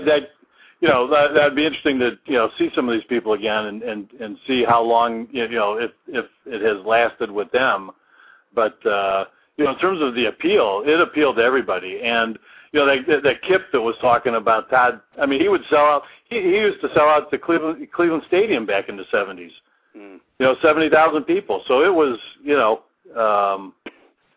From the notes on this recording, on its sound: Fans will be calling in to tell us their feelings